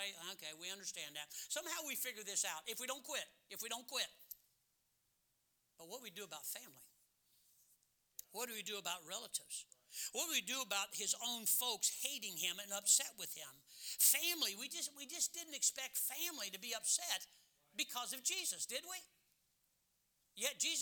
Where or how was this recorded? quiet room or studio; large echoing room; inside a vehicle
large echoing room